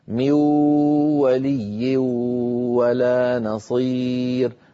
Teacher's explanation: أدغم ميو لكنه ما أتى بالغنة، كل الصوت عم يأتي من فين؟ من الفم